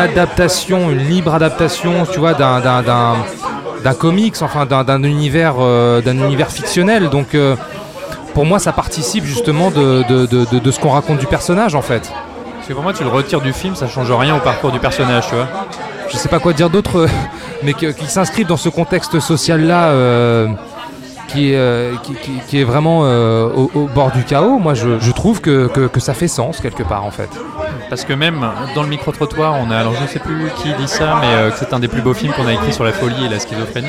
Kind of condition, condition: setting, busy venue